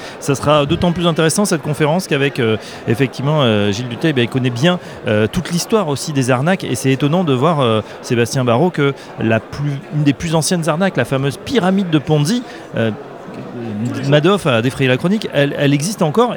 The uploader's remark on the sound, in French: En direct de la convention Patrimonia en Lyon